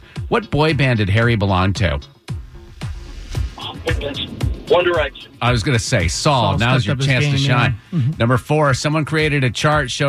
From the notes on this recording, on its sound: called in from Sharpsburg today